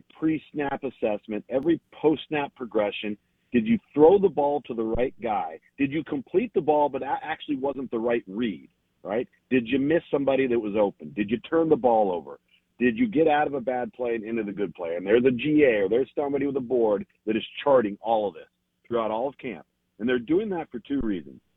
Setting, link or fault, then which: link, phone line